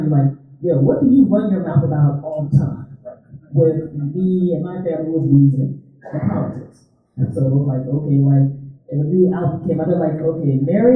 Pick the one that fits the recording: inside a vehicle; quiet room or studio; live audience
live audience